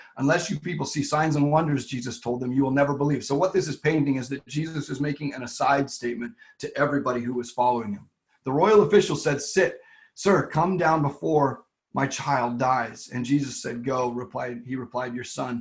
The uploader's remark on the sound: LWRV Zoom Church